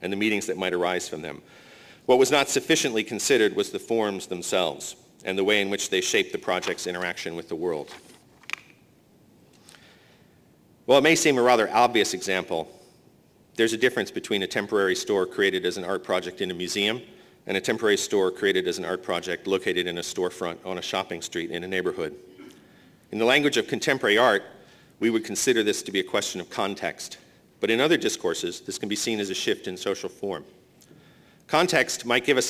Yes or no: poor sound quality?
no